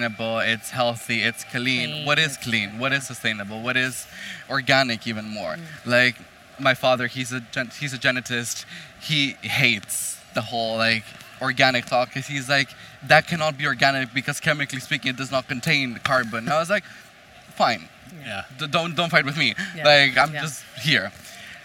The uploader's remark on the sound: a live panel talk from CIFF, Copenhagen International Fashion Fairs